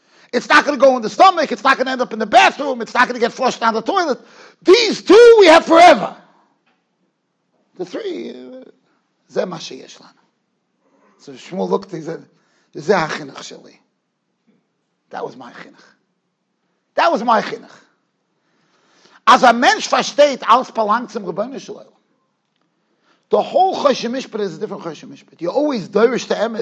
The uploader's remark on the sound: Shiur recorded in Yeshivas Ohr Reuven, Monsey, NY.